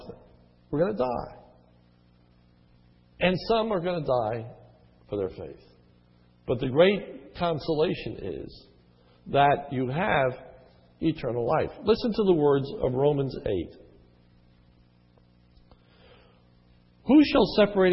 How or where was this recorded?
large echoing room